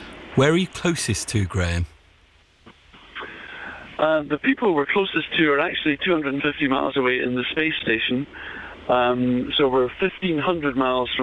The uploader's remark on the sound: BBC Radio 2. The call was done live from the boat in the Atlantic via satellite phone.